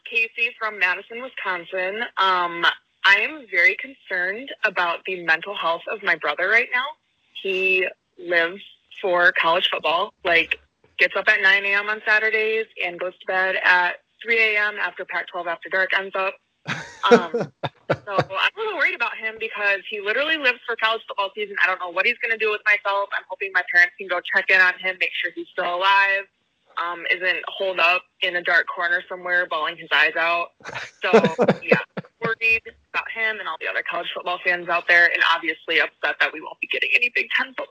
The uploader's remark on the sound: We're devastated, and so are these fans that called into our B1G Football Venting Hotline.